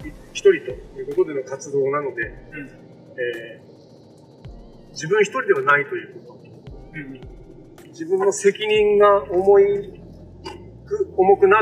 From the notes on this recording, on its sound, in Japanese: 今回は車の中の収録ということもあり、多少雑音が多いですがご了承ください。元の素材は聞けるレベルではなかったのですが、整音をがんばりました。